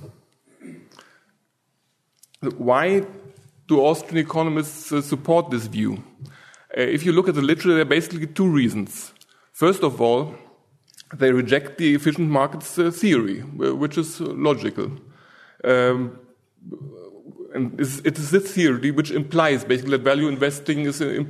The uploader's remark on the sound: From the session on "New Frontiers in Austrian Economics," presented at the Austrian Economics Research Conference. At the Ludwig von Mises Institute in Auburn, Alabama.